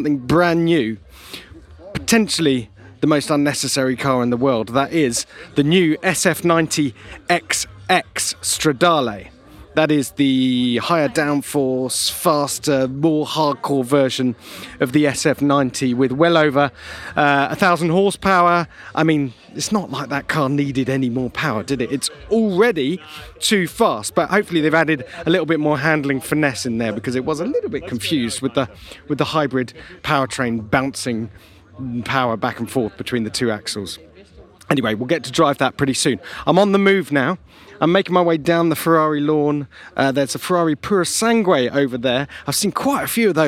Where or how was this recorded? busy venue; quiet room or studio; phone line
busy venue